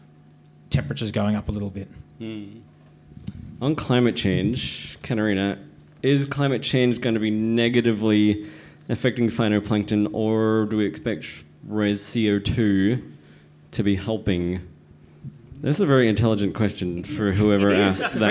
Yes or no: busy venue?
yes